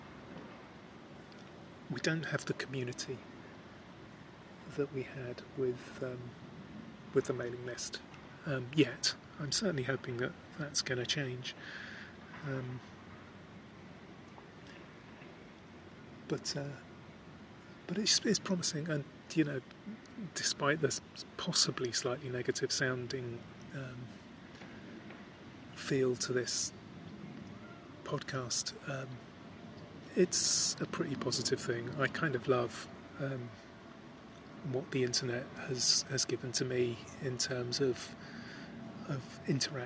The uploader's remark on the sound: This podcast was recorded by the river at Kew with accompaniment from ducks, trains, boats, and the tide. The whistle at the end is the sound of a District Line train going over Kew Bridge, and the wash lapping my feet is from a tourist boat heading towards Richmond.